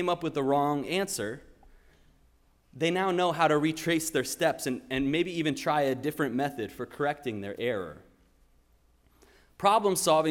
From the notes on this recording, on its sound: Sermon preached at RCHP.